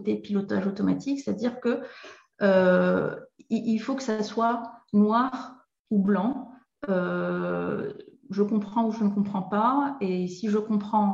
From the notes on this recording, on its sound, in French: Dans cet épisode tiré de mes archives de webinaire.